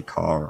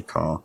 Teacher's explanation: non-roticity, which is the tendency not to pronounce the r sound unless it's followed by a consonant · Shown in: second take · I'd pronounce it in red, but not in car.